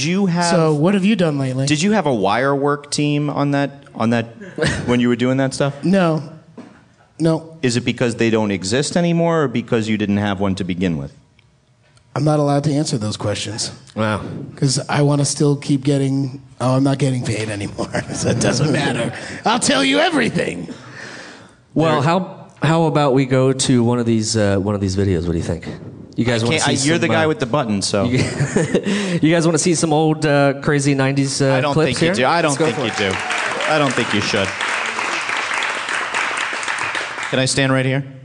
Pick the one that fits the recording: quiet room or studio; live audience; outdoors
live audience